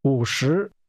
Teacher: That's a falling, rising tone and a rising tone.